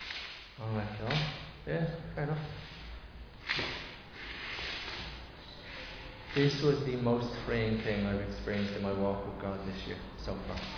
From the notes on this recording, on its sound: Recorded live in Liberty Church on 2 July 2023